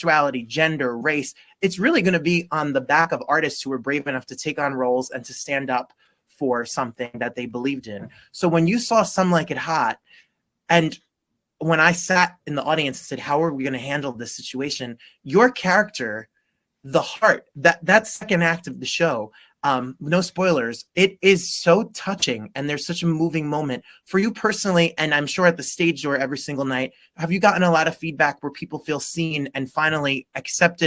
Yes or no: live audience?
no